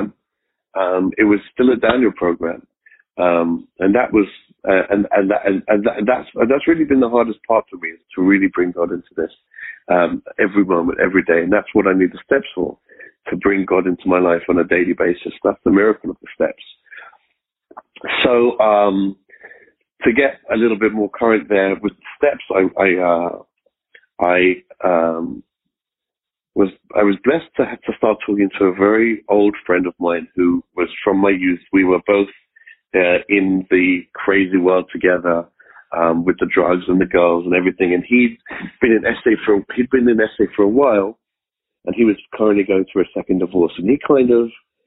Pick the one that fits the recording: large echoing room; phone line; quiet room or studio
phone line